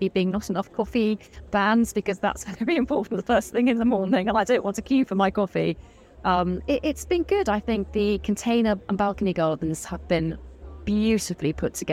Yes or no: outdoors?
yes